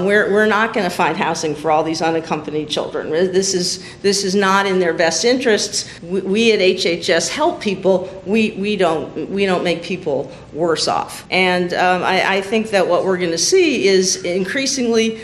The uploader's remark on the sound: These four episodes were recorded at the 2018 SEALS conference. Four of us got together as a panel. This was a panel, not a typical studio recording.